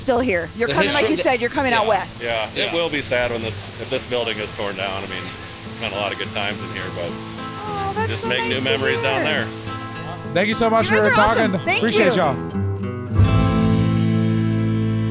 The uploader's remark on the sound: Live at the National Western Stock Show. As they talk to ranchers and vendors, old-timers and outlaws, and all sorts of colorful characters in town to carry on this beloved Denver tradition.